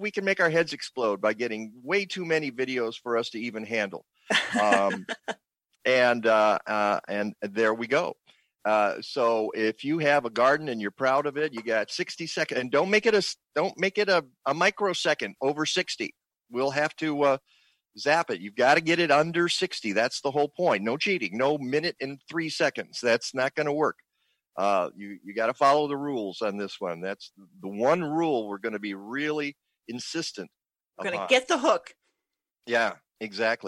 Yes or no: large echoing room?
no